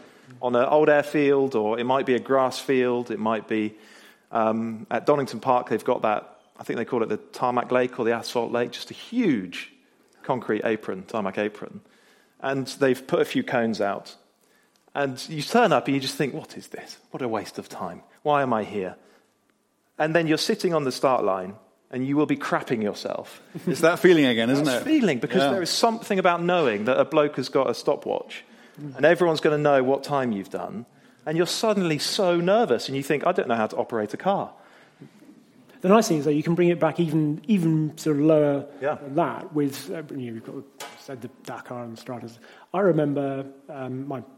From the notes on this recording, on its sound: The Intercooler's very first live podcast recording. In front of an audience of 120 car enthusiasts at a wonderful venue, Henry's Car Barn near Gaydon.